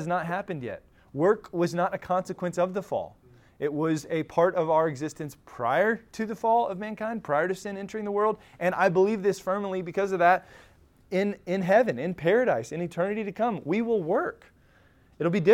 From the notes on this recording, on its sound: Recorded at Emmaus Church in Buford, GA on Wednesday, October 4, 2023.